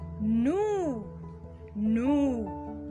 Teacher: The letter S is silent. It is not being pronounced.